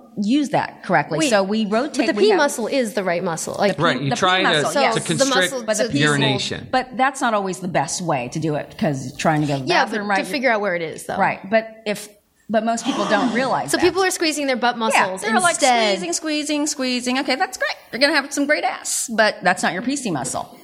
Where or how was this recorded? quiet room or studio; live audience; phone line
live audience